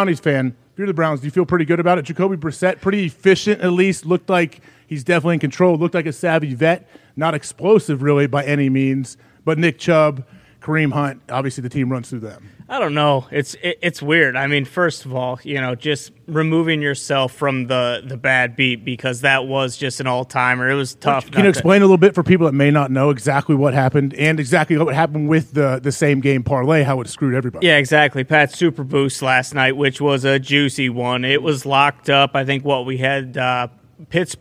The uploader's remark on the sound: Live from the set of College GameDay in Knoxville, Tennessee. LIVE From The ThunderDome.